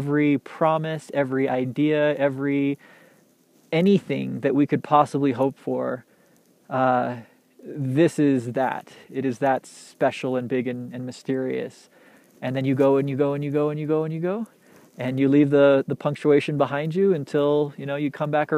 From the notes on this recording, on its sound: Recorded on the side of a mountain, in the trees in waist deep powder